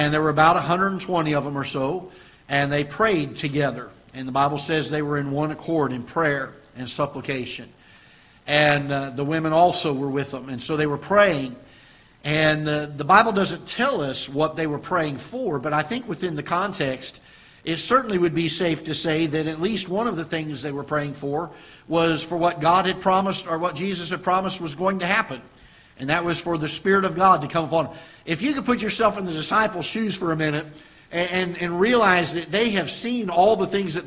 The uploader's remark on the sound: Ketha Heights Baptist Church ~ Live Broadcast